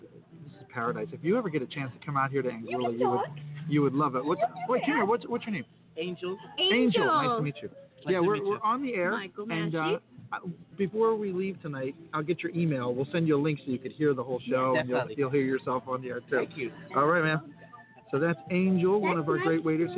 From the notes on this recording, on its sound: on location at Straw Hat, Meads Bay, Anguilla.